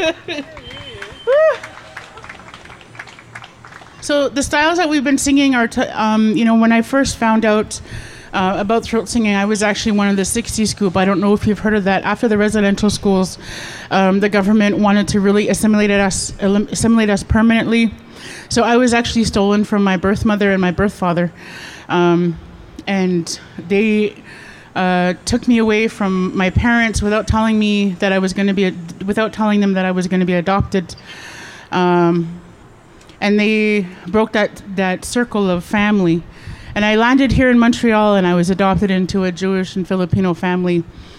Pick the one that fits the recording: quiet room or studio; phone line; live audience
live audience